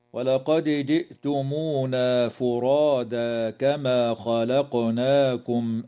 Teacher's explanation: تقلقل الدال في كلمة ولقد، وكذا القاف في كلمة خلقناكم